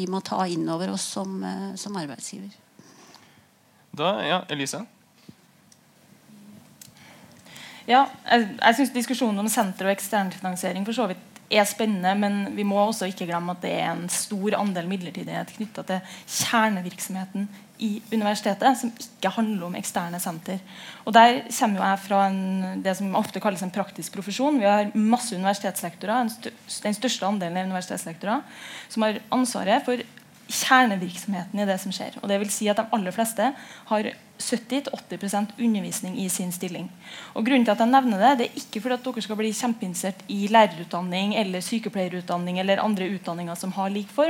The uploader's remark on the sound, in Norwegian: en paneldebatt fra litteraturhuset i Trondheim